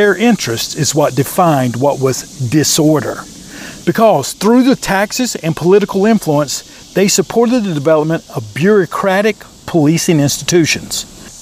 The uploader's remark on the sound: This Episode Recorded outside before practice